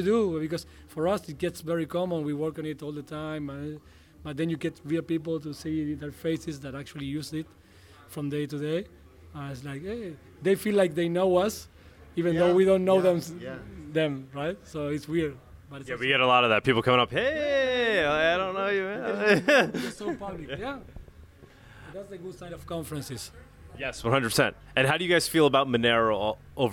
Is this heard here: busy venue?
yes